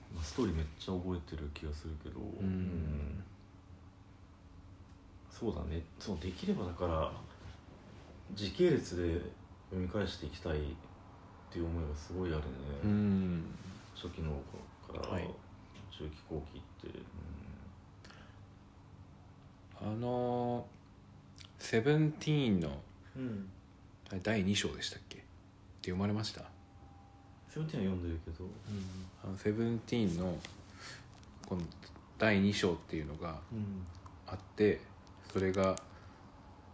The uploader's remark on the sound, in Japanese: 外では3月の小雨が降る中収録した。